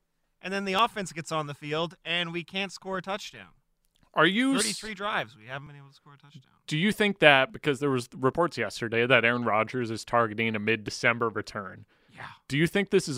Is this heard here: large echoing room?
no